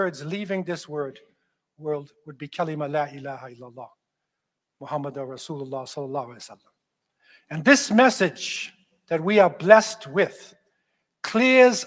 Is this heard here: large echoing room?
yes